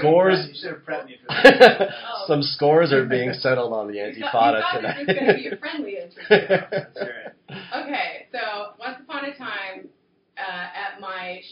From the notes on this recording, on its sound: Folks, it finally happened: we royally fucked up the sound. Sorry again about the sound.